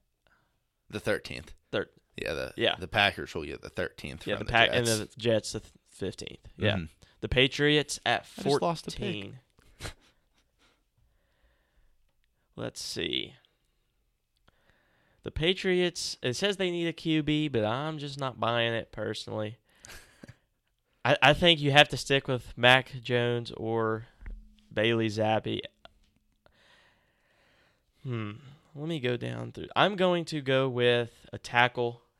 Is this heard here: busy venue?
no